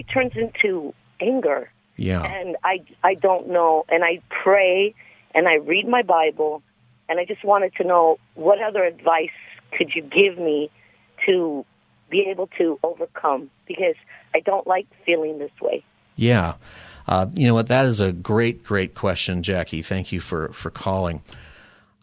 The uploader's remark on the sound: Open Phone Friday.